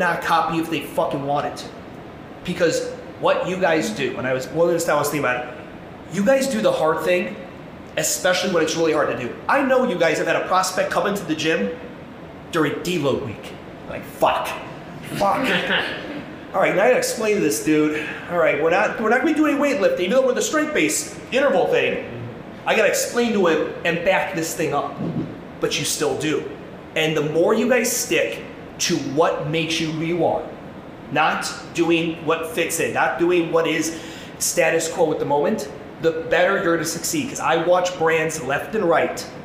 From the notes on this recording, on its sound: This is my keynote from the 2023 MADabolic Franchise Conference.